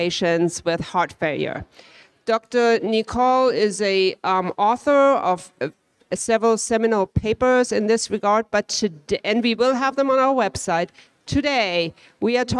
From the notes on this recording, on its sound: Recorded (in front of a live audience)